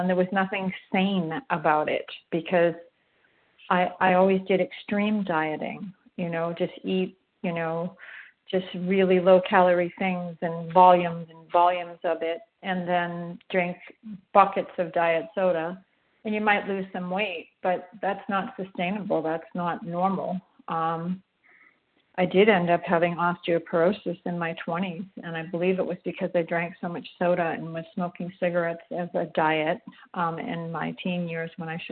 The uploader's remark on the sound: 100 Pounders Phone Meeting